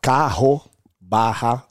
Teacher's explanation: So if he's only one R, is R. If it's two R's in the middle between vowels, is H.